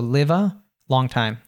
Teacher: The live and a becomes schwa, and they link together.